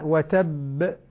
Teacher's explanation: لاحظ قلقلة الباء المشددة